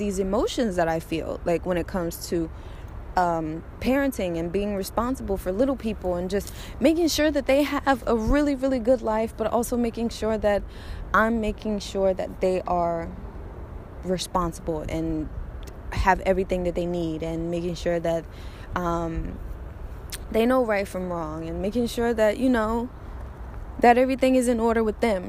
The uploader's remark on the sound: Walking, talking, rant.